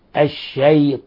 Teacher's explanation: لاحظ كيف رققنا الياء وفخمنا الطاء